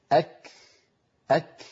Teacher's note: وكنا نتكلم قبل الفاصل أن العرب كانوا يحبسون صوت الكاف والتاء في أول نطقهما وهو صفة الشدة، ثم يفرجون عن الحرف يعني يباعدون طرفي المخرج فيتدفق نفس وليس صوت